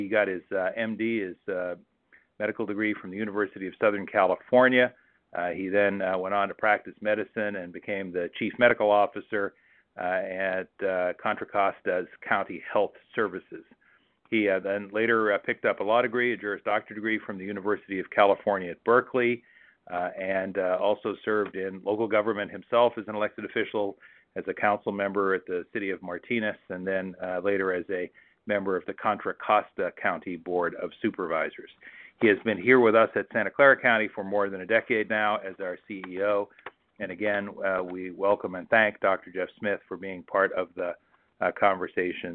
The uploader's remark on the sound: Telephone Town Hall